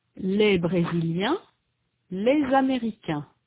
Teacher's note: A consonant Z is pronounced between les and américain · Term: liaison